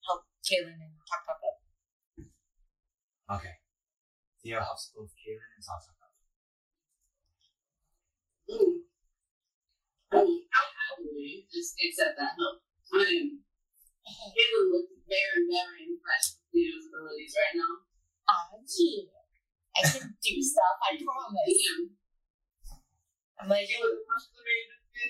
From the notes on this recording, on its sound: Sorry for the Audio Quality!